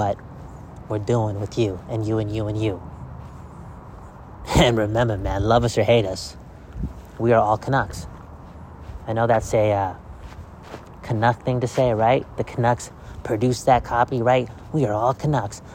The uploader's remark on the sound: Walk N Talk.